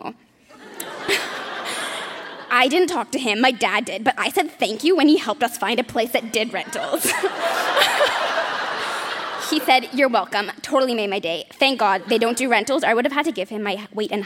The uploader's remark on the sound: Recorded live at the Arden Theatre in St.